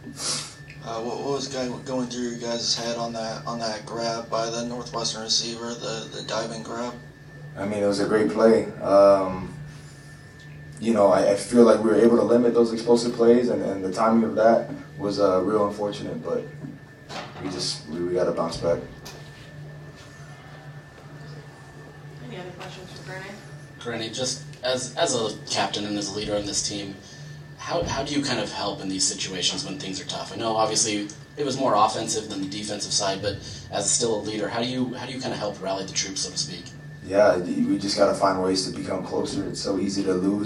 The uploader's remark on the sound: post game press conference